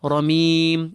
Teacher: you may extend that ya because you're giving the meem following it a temporary sukoon. So, ramim. Or double that length or triple that length.